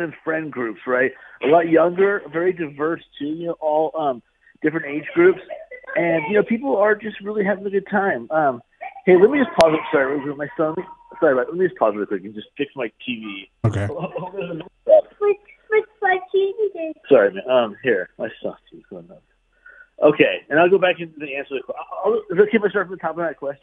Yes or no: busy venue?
no